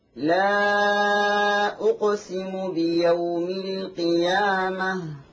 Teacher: حرف القاف مقلقل قلقلة صغرى